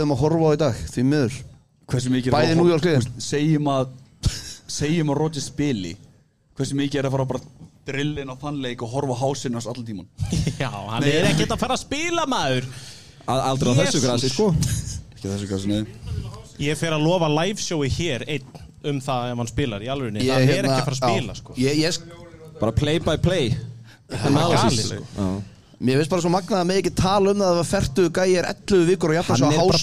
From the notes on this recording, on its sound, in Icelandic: Fyrsta Live showi hjá okkur sem var tekið upp á Arena Gaming! Geggjuð aðstaða.